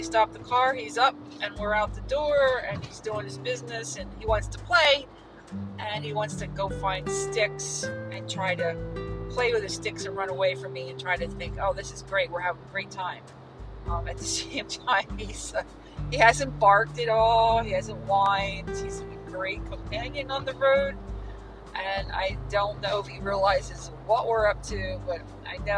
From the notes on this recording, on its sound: On the Road to Vegas! 2500 miles of who knows what to expect! Recording straight to the Anchor app! No studio this time but we are out of the studio!